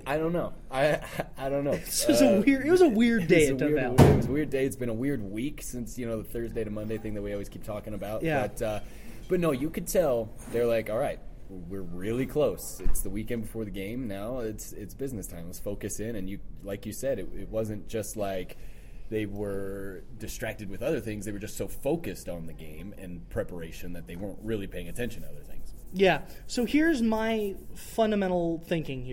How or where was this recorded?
busy venue